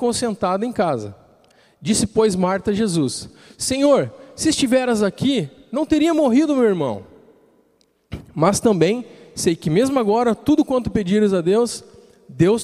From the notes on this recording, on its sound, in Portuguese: Culto Terça Vida, dia 16/06/2020 na Igreja ABA Blumenau (Transmitido ao vivo)